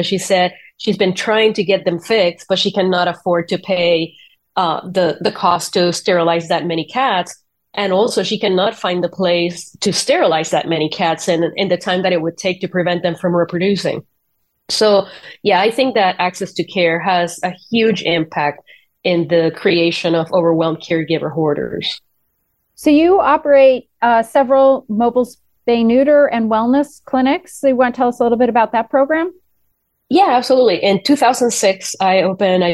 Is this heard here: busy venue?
no